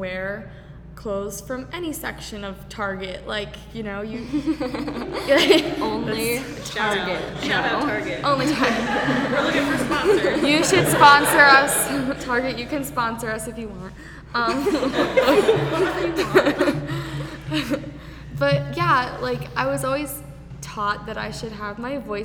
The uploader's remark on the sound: This episode was recorded LIVE in front of an audience at "Bare Bones Café," a special exhibit at the Rockwell Museum in Corning, NY.